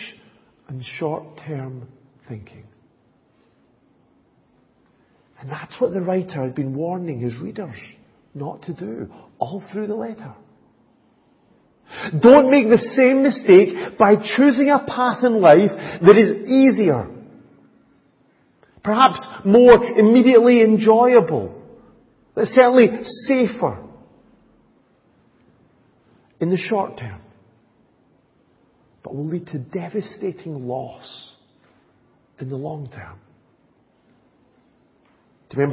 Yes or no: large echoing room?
yes